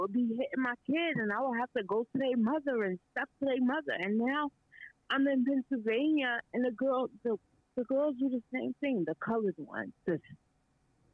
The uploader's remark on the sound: Call In Show